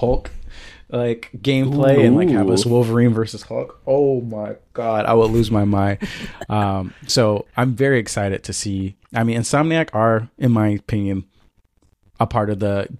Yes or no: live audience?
no